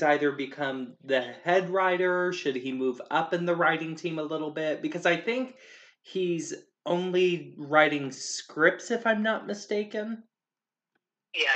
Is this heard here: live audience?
no